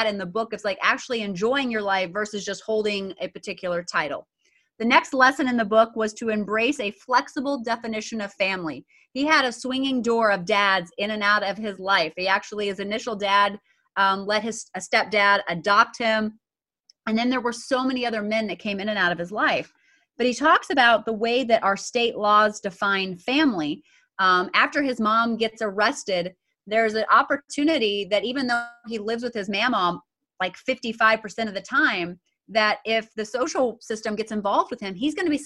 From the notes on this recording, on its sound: sit down on Zoom for a round table discussion